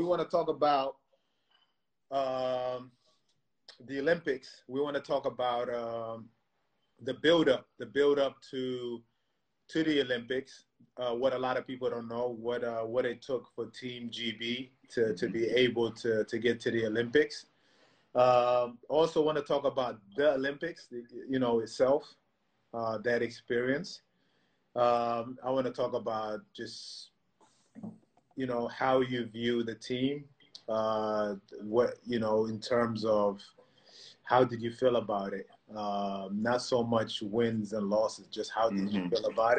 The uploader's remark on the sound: Whilst the world is locked down during the coronavirus pandemic, two British basketball stars.